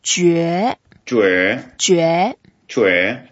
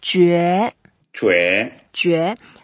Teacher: we curl our lips together, make it a bit like whistling, and it's the second tone, so we go up